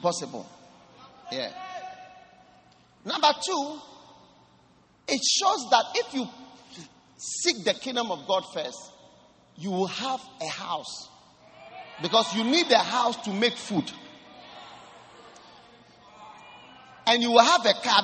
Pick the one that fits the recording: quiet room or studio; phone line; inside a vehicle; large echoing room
large echoing room